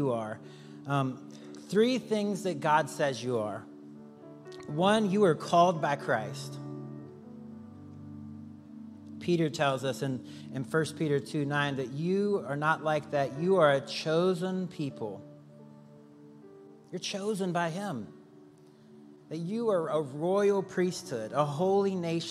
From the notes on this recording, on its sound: Recorded live on October 22, 2023 at Church On The Rock